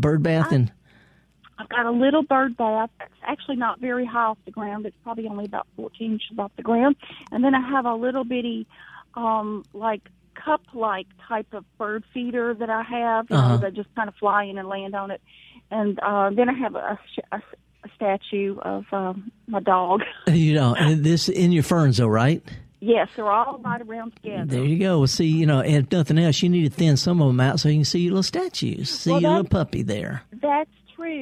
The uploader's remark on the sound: Several callers.